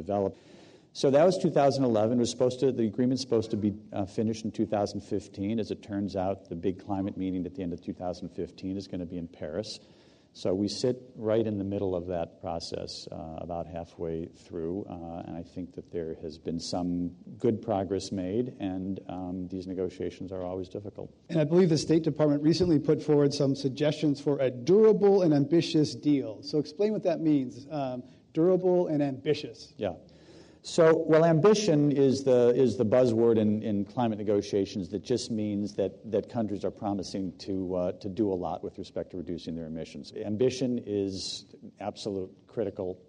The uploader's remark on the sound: This program was recorded in front of a live audience at The Commonwealth Club in San Francisco on February 19, 2014